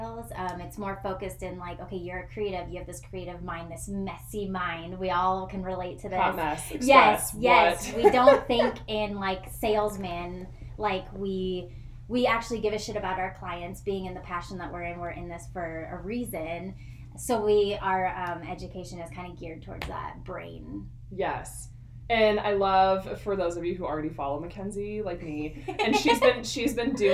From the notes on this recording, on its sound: Bare with us as we are still learning how to properly record a podcast/volume control LOL